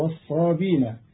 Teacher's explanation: قرأ قالون كلمة والصابئين بدون همز، فتصير والذين هادوا والصابين تيسيرا وتخفيفا في لغة بعض العرب.